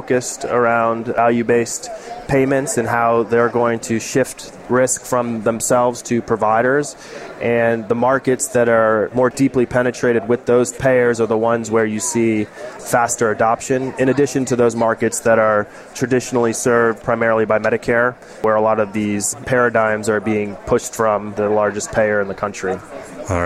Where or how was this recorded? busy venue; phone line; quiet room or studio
busy venue